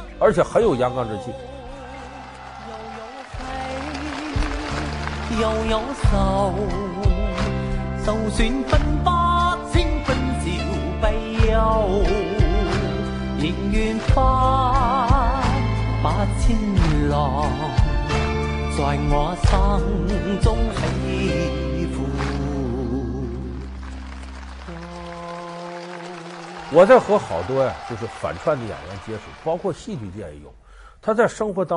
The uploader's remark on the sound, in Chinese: 還有聽故事的觀眾